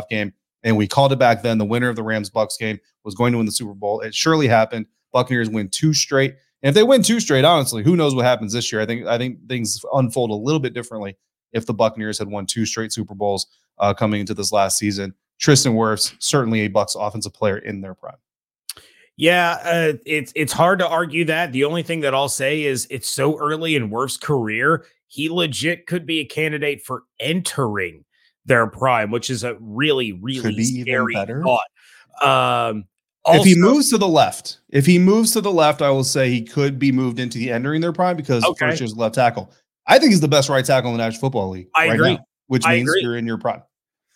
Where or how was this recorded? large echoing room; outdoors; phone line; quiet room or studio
quiet room or studio